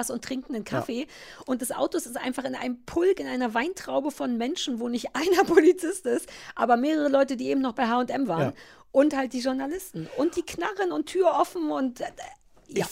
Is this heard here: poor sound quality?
no